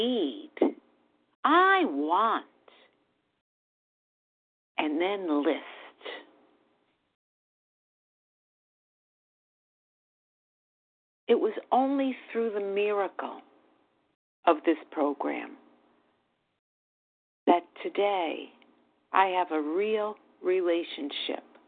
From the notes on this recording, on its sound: 100 Pounders Phone Meeting